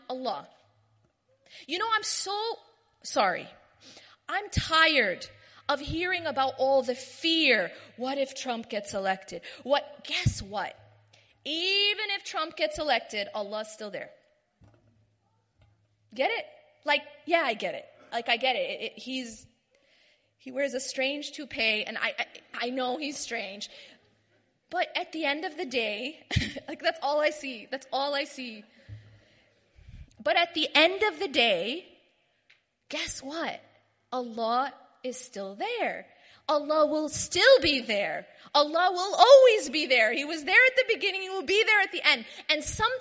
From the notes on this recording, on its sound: delivers a lecture/talk at the 2016 Night Of Destiny conference in Bradford